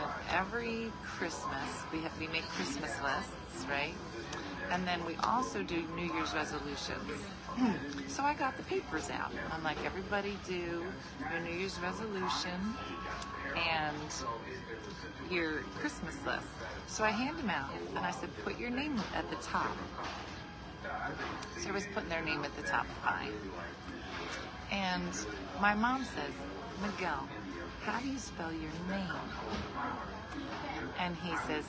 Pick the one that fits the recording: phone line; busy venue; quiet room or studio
busy venue